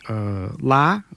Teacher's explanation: if you say la with a high rising tone, it just means leave